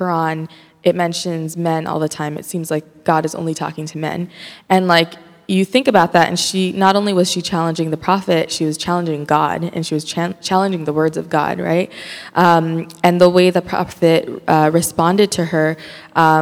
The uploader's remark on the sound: Answers questions from the congregation and facilitates discussion.